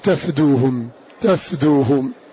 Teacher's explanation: وقرأ الباقون فتح التاء وسكون الفاء تفدوهم